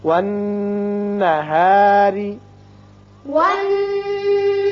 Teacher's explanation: نون مشدد ہے، غنہ کریں گے، را کو باریک پڑھیں گے اس لیے کہ نیچے کسرہ یعنی زیر ہے